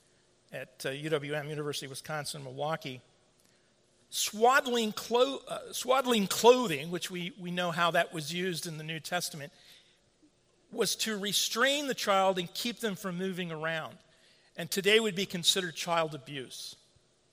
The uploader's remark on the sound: At the 2016 Shepherd’s Conference. The conference was sponsored by Warhorn (at the time Clearnote) Media, and held at Trinity Reformed Church in Bloomington, Indiana.